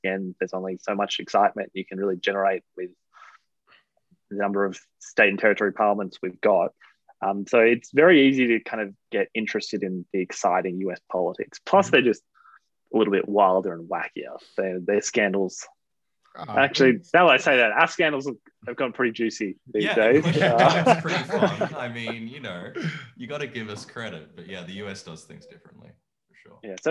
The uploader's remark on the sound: We chat over zoom.